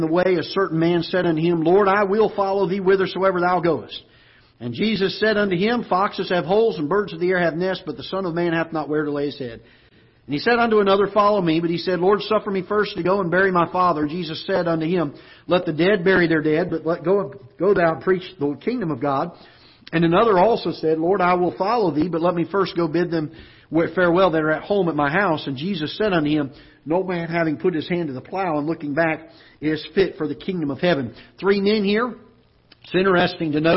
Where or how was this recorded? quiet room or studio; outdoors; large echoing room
large echoing room